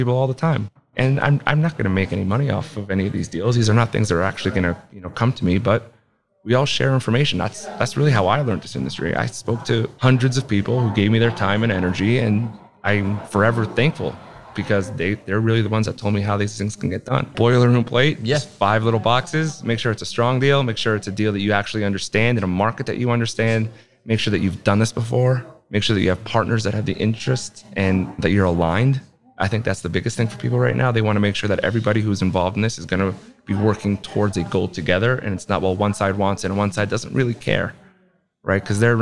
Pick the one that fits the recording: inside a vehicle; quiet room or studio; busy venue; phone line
busy venue